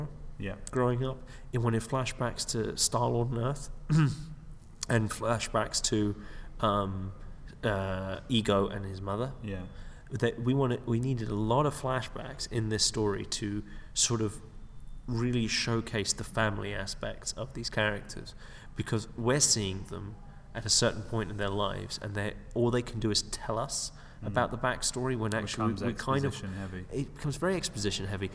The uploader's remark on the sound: Recording at the McKee Story Seminar in London.